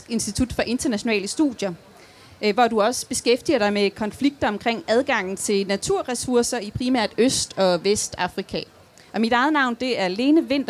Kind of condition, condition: setting, live audience